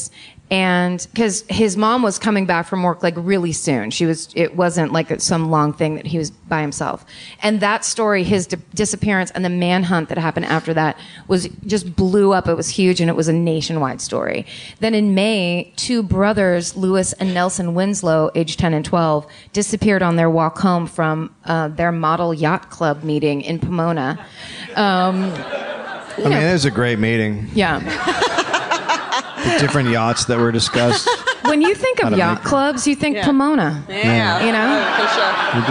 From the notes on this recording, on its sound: Live from LA Podcast Festival. It's the first ever live My Favorite Murder broadcast from the LA Podcast Festival.